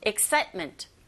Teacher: Excitement로 들리지 않고 excitement. T 사운드가 안 들리죠. 중간에 T.